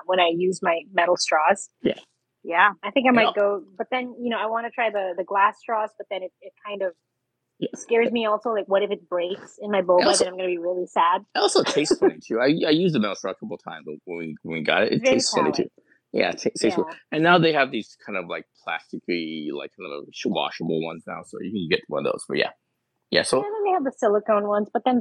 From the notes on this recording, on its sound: Especially with the audio problems and all.